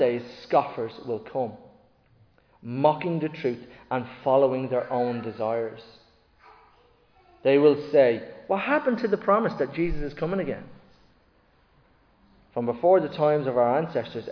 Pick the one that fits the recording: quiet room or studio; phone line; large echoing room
large echoing room